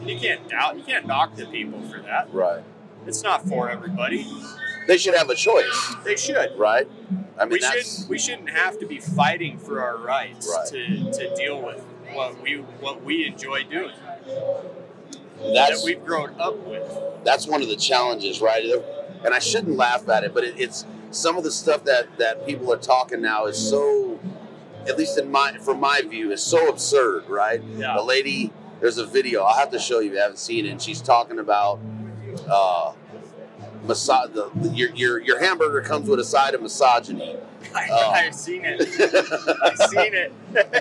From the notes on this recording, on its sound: Hunt Expo Live From the Initial Ascent Mountain Dude Table. Live recordings from Western Hunting and Conservation Expo in Salt Lake from the Initial Ascent booth!